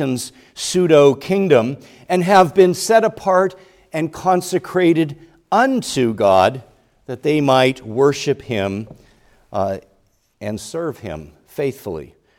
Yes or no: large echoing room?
yes